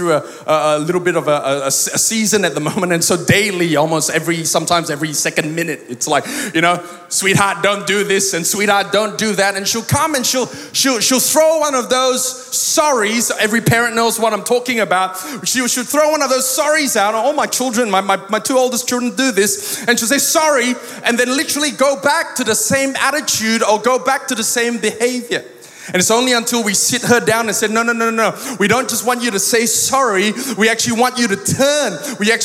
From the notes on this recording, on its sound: Recorded live at Planetshakers Church (Melbourne)